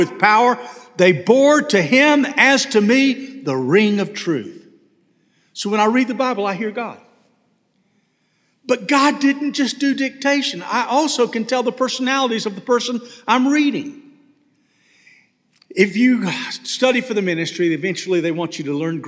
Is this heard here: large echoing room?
yes